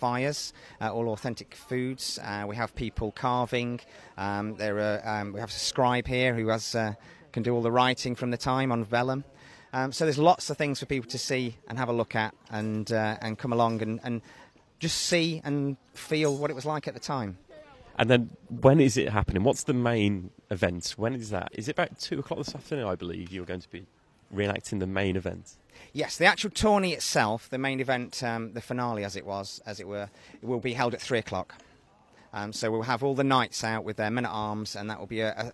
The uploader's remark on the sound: One of several live 2-ways I did for BBC Radio Nottingham. Live from Newark Castle.